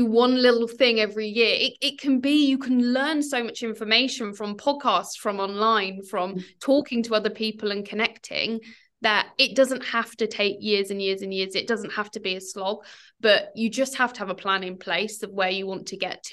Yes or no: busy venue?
no